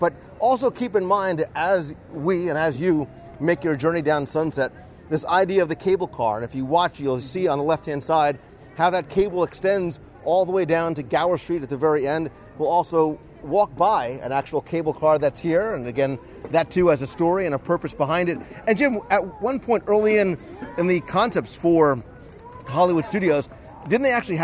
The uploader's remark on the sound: recorded live at Disney's Hollywood Studios.